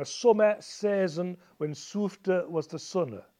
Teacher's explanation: there are four heavy stresses with alliteration